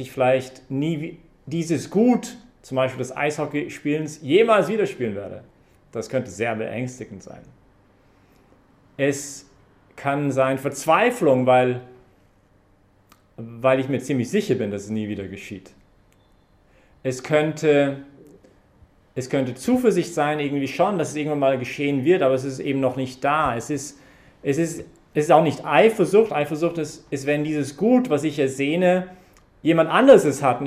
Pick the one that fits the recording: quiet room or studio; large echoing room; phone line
large echoing room